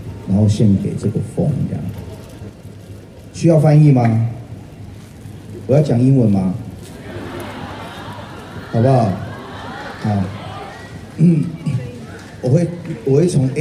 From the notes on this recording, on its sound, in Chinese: 现场 SummerStage。每年夏天，纽约总有各式的露天音乐会，免费向公众开放。在中央公园的现场。